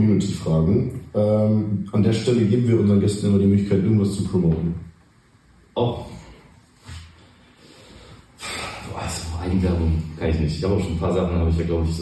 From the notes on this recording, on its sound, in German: Leider hatten wir bei der Aufnahme erhebliche Tonprobleme - wir haben alles versucht, um die Aufnahme zu retten.